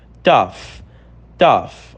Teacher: Você não precisa colocar a língua entre os dentes. Simplesmente o T no início com um som de F no final.